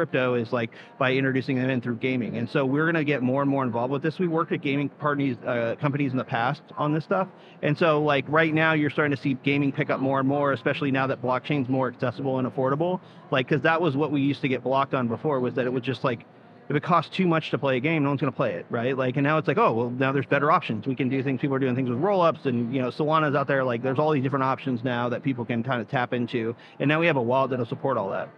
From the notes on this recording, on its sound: Live from Consensus 2023